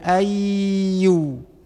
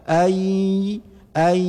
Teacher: kemudian ni ada kedengaran melewati nafas udara dengan rongga hidung · Shown in: second take · Term: idgham